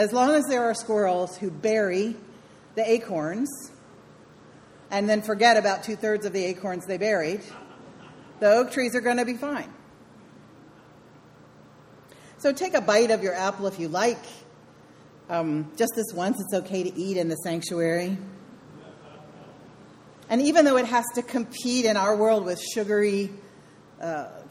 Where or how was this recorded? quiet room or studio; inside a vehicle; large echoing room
large echoing room